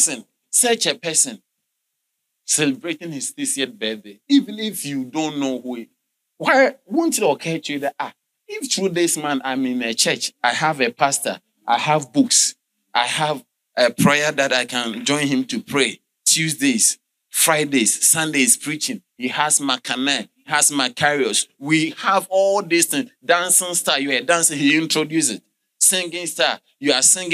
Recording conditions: large echoing room